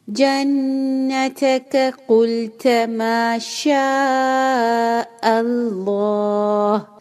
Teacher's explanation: حمزہ light, ما شاء five time stretch